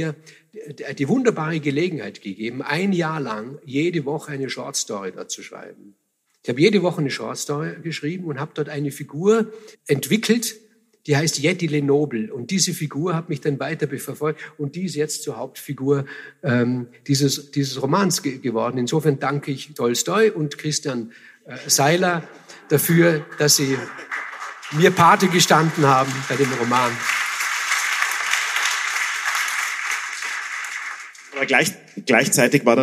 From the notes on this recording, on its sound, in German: Live-Mitschnitt vom FAQ Bregenzerwald 2018.